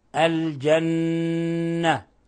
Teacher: نلصق طرف اللسان في أصول الثنايا العليا لتثبت الغنة من الخشوم